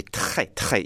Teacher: You really do hear that harsh sound of R when it's an initial sound, but never when it's a medial sound, when it's in between things.